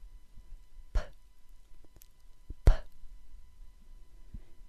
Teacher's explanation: Make a P sound with me and notice that the sound needs both lips to press together and then open again for the sound to occur